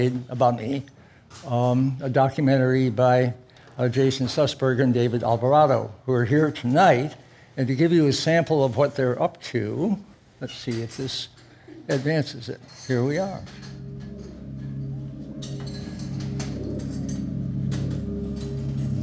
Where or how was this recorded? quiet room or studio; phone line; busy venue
busy venue